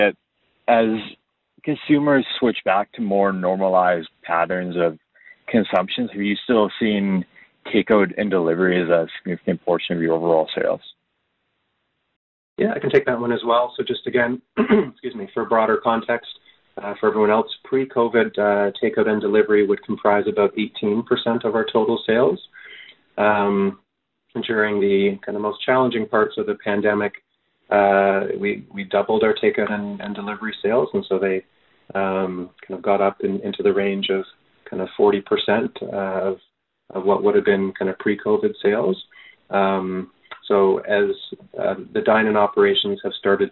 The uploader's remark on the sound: Second quarter 2021 earnings call for Boston Pizza Fund.